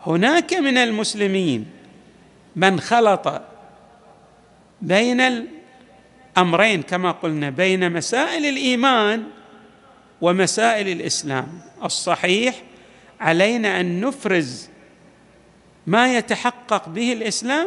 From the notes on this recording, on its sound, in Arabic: تسجيلات جامع الامام علي عليه السلام الاحساء المبرز